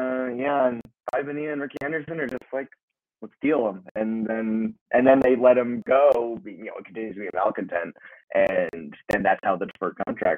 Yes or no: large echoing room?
no